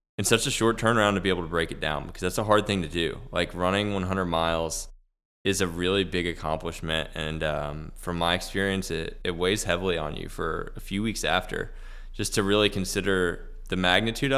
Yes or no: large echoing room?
no